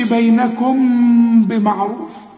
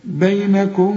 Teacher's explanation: بعدها حرف أو كلمة بتبدأ بالباء. هنا بيقول لك في إخفاء، ما تضمش شفايفك، ما تقولش بينكم بمعروف، لا، بينكم، خلي انفراج في الشفايف ولازم تغن، يبقى إخفاء مع الغنة · Shown in: second take